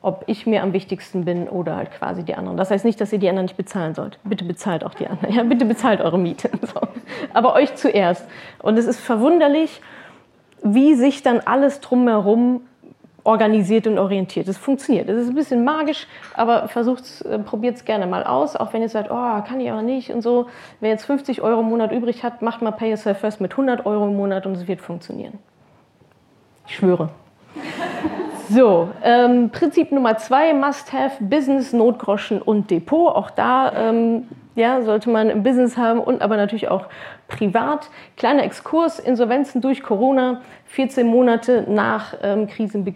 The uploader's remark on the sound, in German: Hörst du meinen Vortrag vom Unternehmerinnen-Tag der IHK in Berlin, zu dem ich eingeladen war.